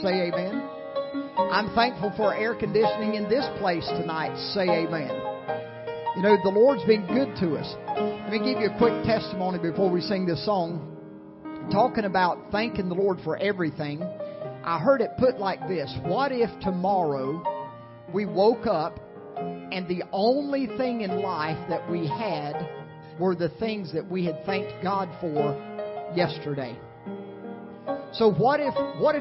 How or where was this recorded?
large echoing room